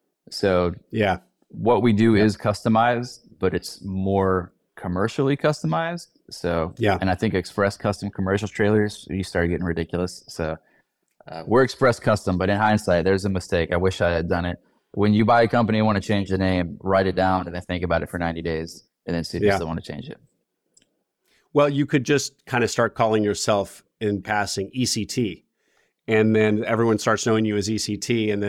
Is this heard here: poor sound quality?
no